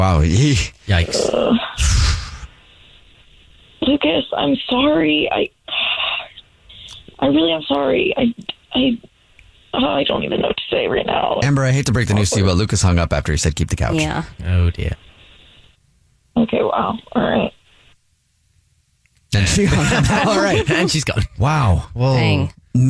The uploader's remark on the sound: is on the phone today